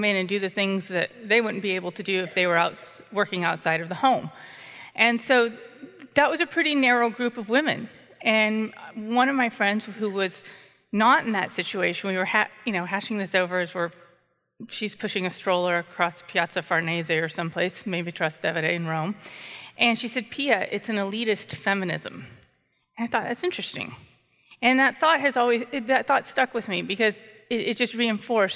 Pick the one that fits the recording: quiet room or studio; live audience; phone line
live audience